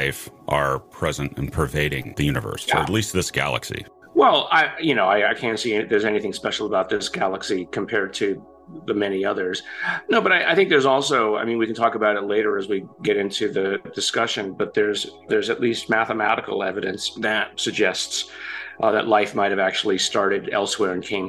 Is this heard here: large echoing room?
no